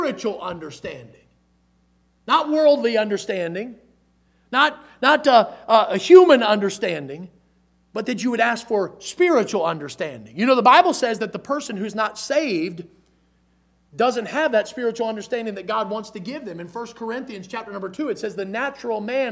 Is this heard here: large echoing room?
yes